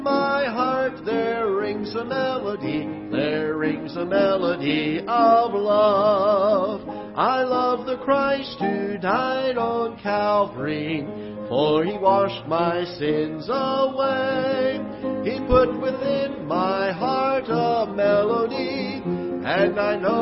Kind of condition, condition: setting, large echoing room